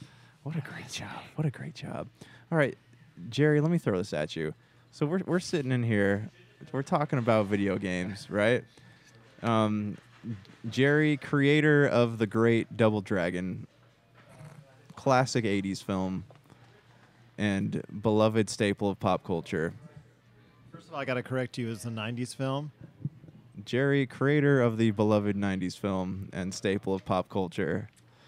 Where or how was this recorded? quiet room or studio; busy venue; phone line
busy venue